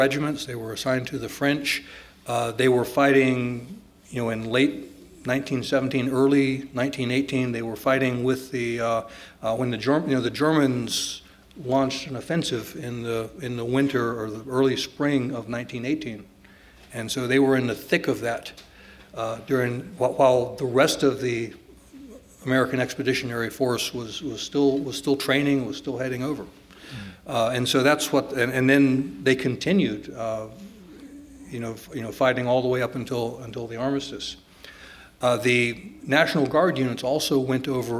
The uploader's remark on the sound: This public conversation was recorded as part of a series presented in January and February, 2018, and sponsored by the USC College of Arts and Sciences.